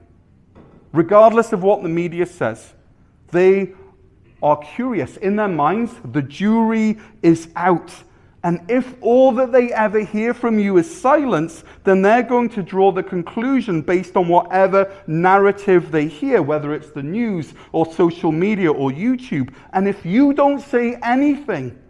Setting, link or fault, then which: setting, large echoing room